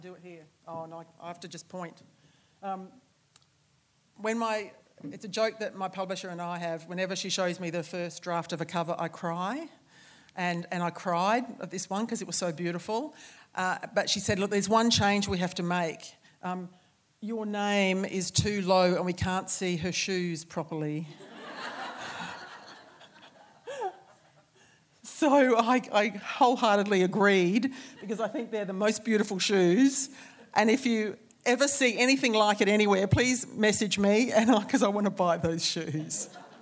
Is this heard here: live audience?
yes